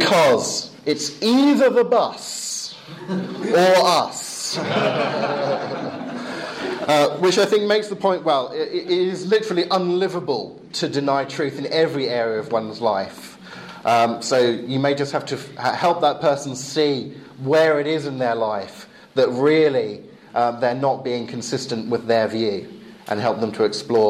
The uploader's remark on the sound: Lecture with Q&A delivered in English at Eastern European Bible College in Romania, May 2012.